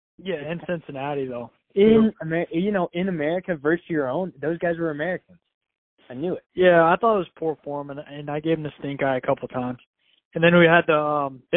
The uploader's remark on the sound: Phone Call